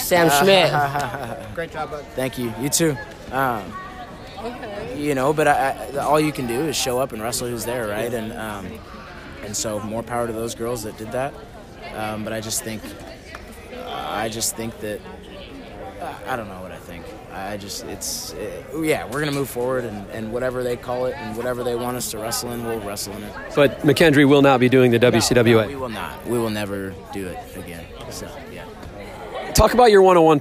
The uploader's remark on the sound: On the Floor at WCWC Nationals.